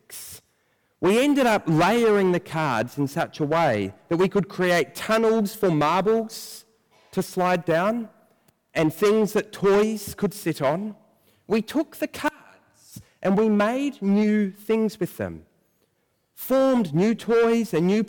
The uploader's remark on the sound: preached at First Church on Nov 1